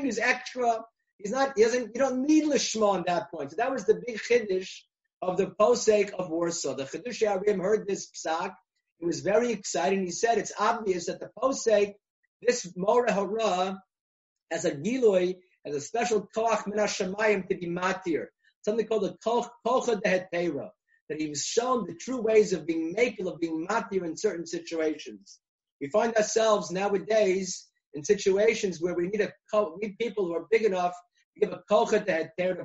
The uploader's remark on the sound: recorded ZOOM conference